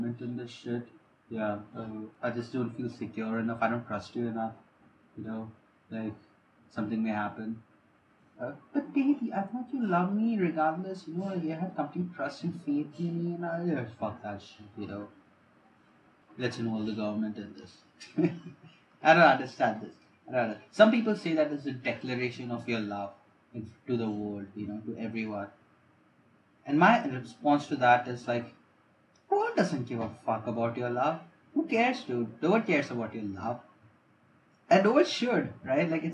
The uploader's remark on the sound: Ignore the bad audio.